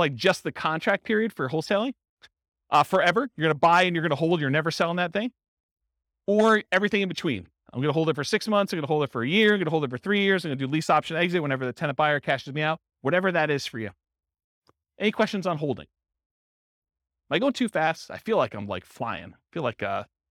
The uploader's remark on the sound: This was a live class recorded